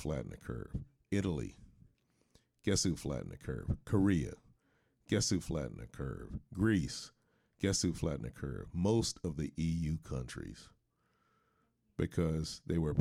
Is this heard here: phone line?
no